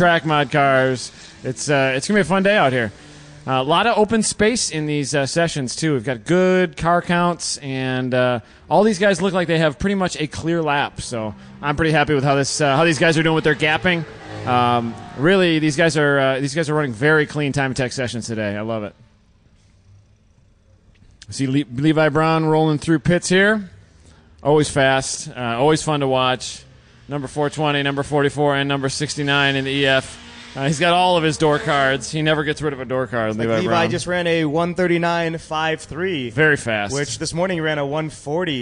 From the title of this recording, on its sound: Live from #GRIDLIFE TrackBattle Round 5 - Part 2